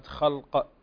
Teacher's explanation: طبعا مر معنا كلمة خلق، هنا الخاء حرف مفخم، وكذلك القاف من الحروف المفخمة بصفة دائمة، وبينهما جاءت لام مرققة بين مفخمين، فهنا نحذر من تفخيم هذه اللام.